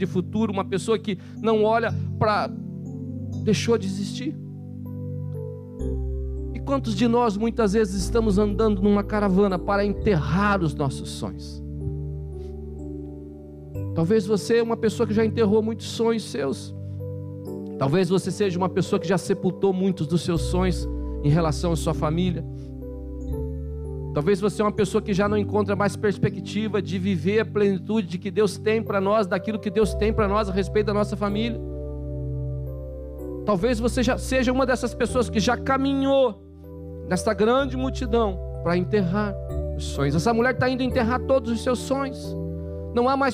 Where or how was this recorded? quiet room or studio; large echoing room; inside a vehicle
large echoing room